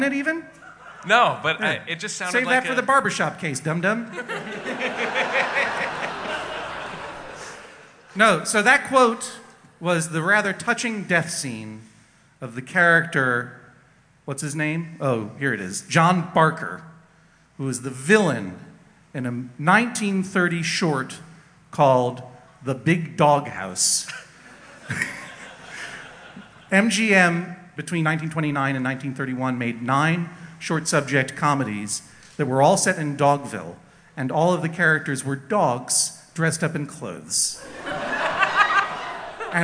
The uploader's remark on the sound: Taped in front of a live audience at the Trocadero Theatre in Philadelphia, PA. During the Tour of Live Justice!